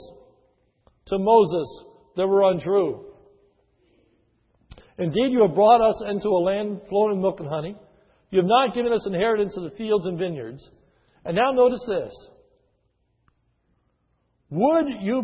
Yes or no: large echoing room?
yes